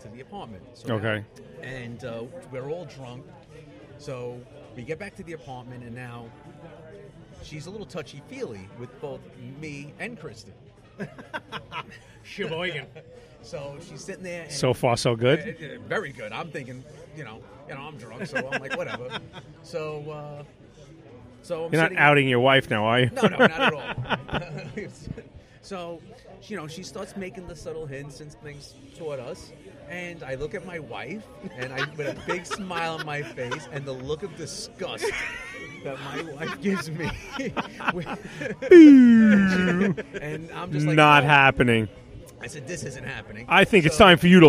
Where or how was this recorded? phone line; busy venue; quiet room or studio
busy venue